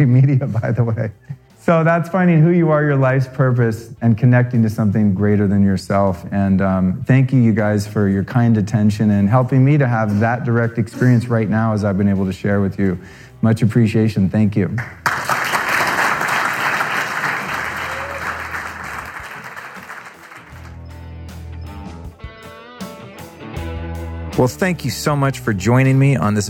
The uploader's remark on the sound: Recorded live. (Bootleg Broadcast).